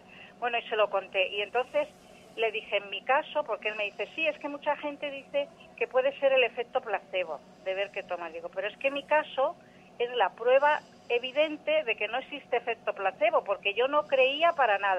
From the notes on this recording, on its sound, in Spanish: Esta serie de testimonios en vivo procede de consultas reales realizadas de manera presencial y telefónica en el Centro Solnaturaleza.